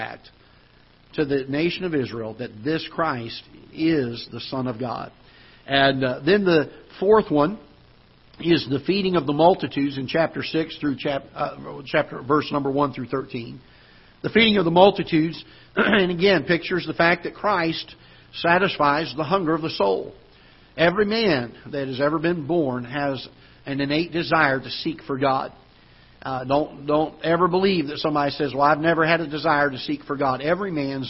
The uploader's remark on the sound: Ketha Heights Baptist Church ~ Live Broadcast.